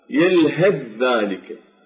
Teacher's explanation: التقارب هو أن يتقارب الحرفان صفة ومخرجا، أو صفة أو مخرجا، أحدهما، أما يتقاربان في الصفة والمخرج، أو يتقاربان في الصفة، أو يتقاربان في المخرج، مثل التاء عند الذات في قوله تعالى يلهث ذلك، فالثاء هنا تدغم بالذال، وذلك لتقارب الثاء والذال بالمخرج، وإن اختلف في الصفة لأن الذال مجهورة والثاء مهموسة.